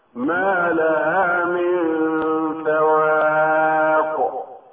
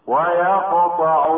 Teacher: فالوقف مثلا على القاف هكذا: ما لها من فواق، أقوى من قلقلة القاف وصلا هكذا: ويقطعون · Term: القلقلة